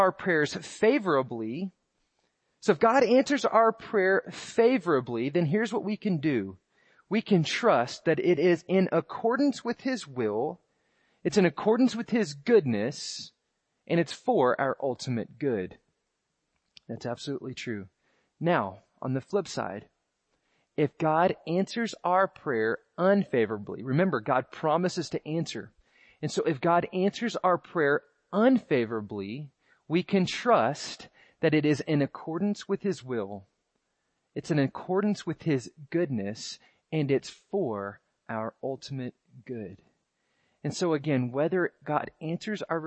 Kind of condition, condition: setting, large echoing room